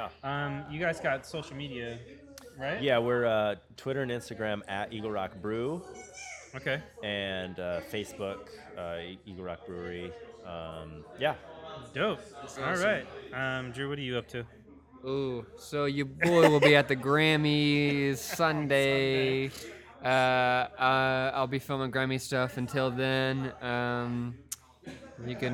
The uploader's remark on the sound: Live! From Eagle Rock Brewery.